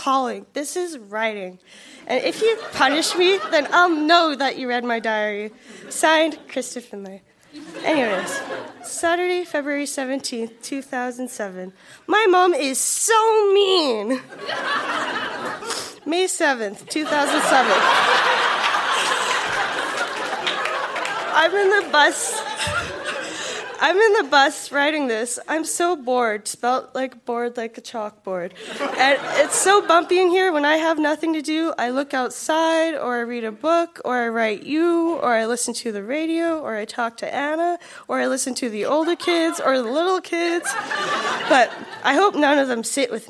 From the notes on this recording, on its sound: Recorded live at The Artesian in Regina.